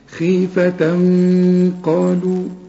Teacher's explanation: والغنة هنا بقى مفخمة علشان القاف مفخمة